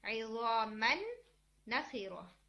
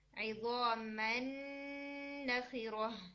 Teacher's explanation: मन का जो नून है ये तनवीन वाला नून साकिन था, उसके बाद आ रहा है नून हरका के साथ। तो जो पहला वाला नून है उसने क्या किया, उसने अपना मखरज भी छोड़ दिया और अपनी सिफात भी छोड़ दिए। · Term: इदगाम